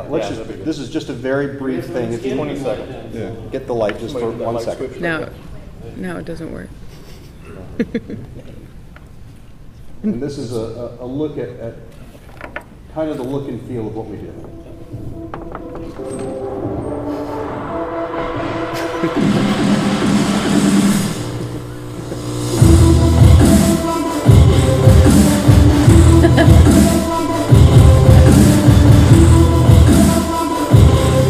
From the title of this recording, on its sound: Geek Therapy at SDCC 2013